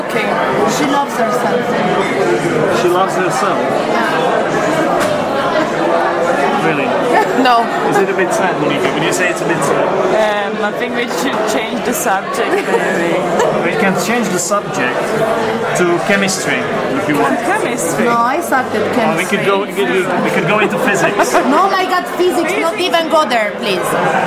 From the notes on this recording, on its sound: We were drinking alcohol during this episode. There is a lot of background noise.